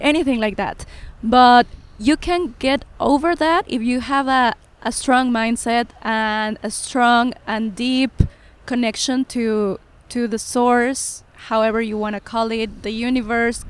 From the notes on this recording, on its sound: This episode was recorded at Pan Pacific Park in West Hollywood.